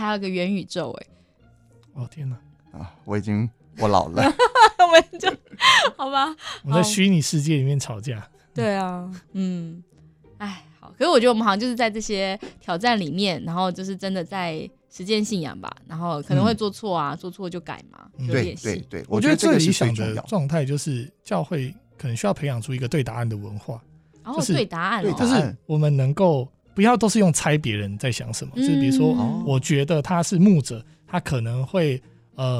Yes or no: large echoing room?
no